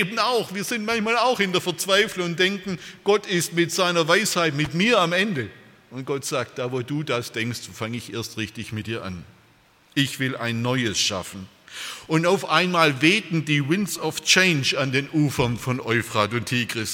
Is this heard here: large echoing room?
yes